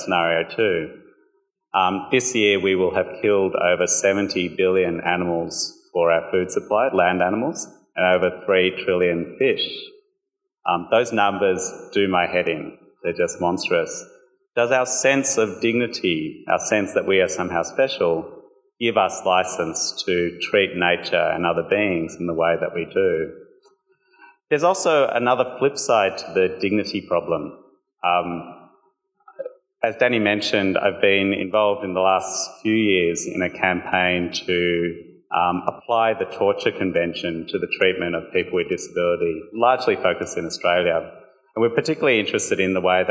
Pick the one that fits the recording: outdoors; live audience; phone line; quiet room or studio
live audience